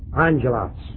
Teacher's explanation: With the accent on the last syllable.